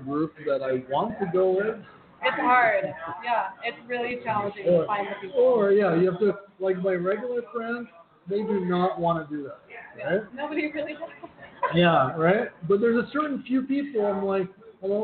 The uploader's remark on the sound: Live in the resturant. As we are live from the restruant.